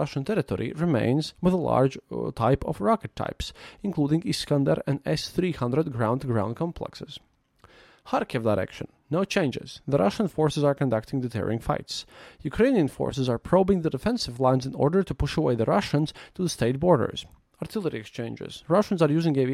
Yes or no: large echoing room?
no